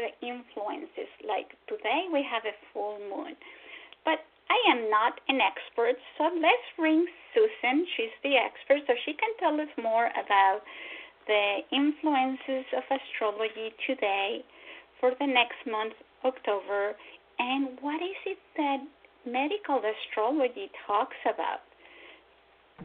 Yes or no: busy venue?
no